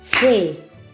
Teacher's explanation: Café lleva entonces en la última sílaba el acento, inclusive lleva acento pintado, acento ortográfico.